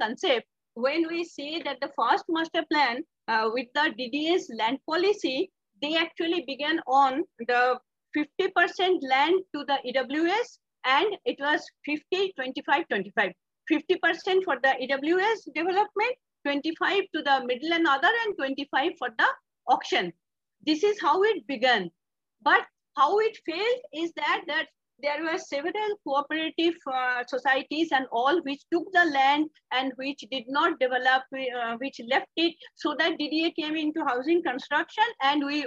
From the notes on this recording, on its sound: Zoom and Facebook Live